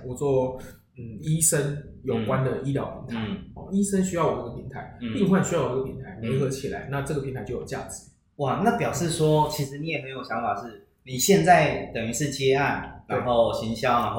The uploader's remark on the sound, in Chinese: 因為錄音空間關係，回音較重，請聽眾多多見諒。